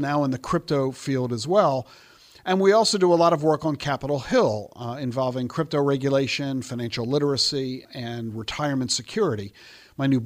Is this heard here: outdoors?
no